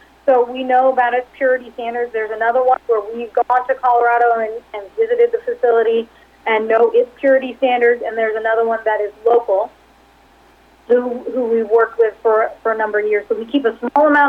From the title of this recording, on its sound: Progressive Care Conference Call for Q3 2019